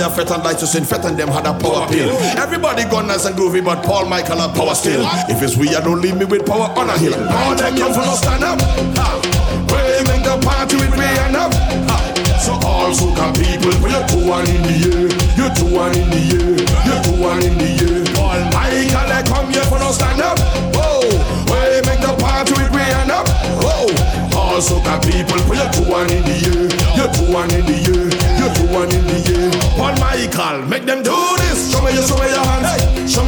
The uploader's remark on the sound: Live recording from my set at Island Saturdays.